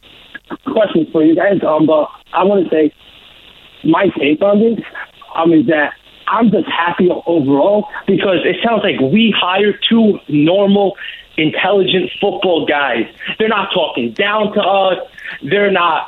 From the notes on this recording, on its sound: take your calls